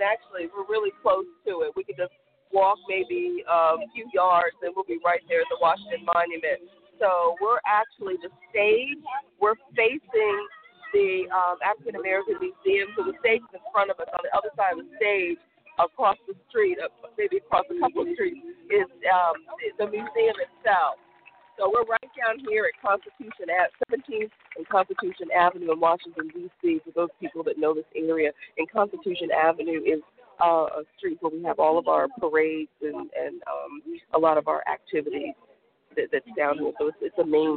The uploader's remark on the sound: LIVE from African-American Museum dedication in Washington,DC. Our special DC correspondents are on the scene with coverage.